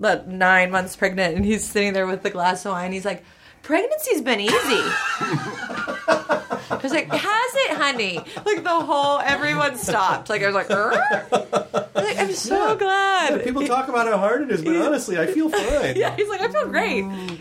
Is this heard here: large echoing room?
no